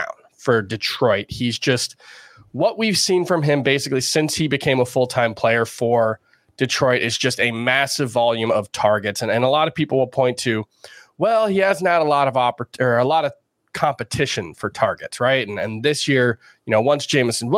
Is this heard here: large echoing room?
no